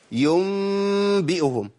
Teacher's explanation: بعمل حاجه اسمها الاقلاب، بشيل النون الساكنه او التنوين واحط مكانها ميم